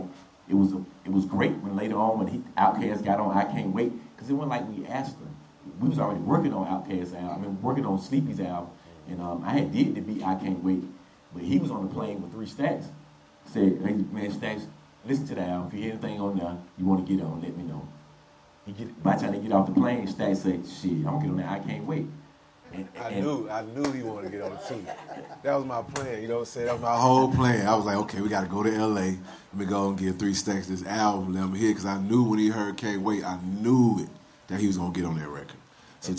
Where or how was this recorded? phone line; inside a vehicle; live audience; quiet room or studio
live audience